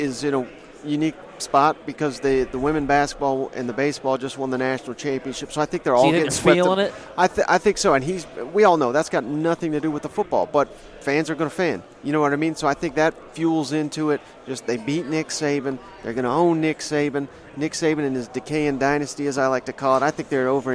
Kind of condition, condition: setting, busy venue